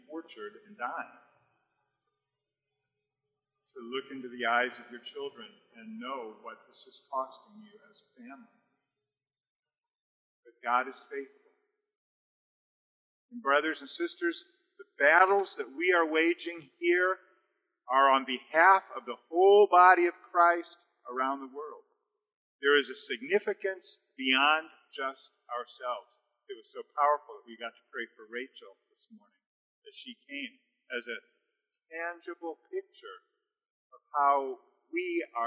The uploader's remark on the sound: We apologize for the low audio quality. We had some technical difficulties.